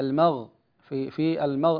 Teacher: ها الغين مفخمة، الغين لا ترقق